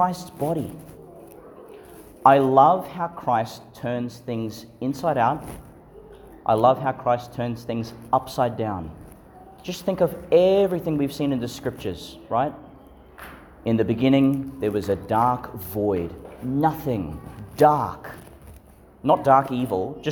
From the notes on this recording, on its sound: delivered in St Patrick's Church, Calliope, Qld.